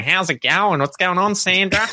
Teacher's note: we have this much more nasally thing going on and longer vowels and, you know, so it's a lot more drawn out · Term: really rural accent